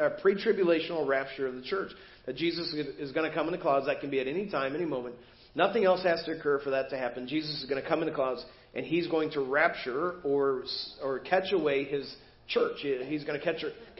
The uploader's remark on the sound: Preached at First Baptist Church of Hazel Park